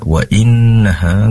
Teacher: wa innaha gunnah, pastikan mendengung, durasinya lebih lama lagi